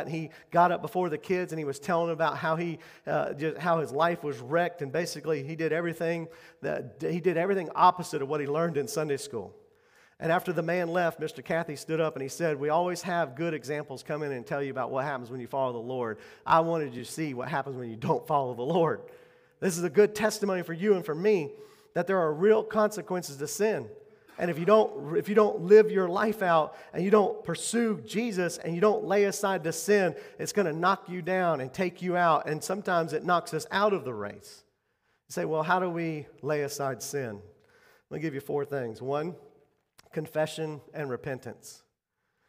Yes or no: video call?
no